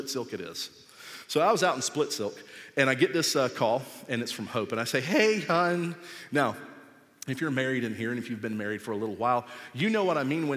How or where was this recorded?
large echoing room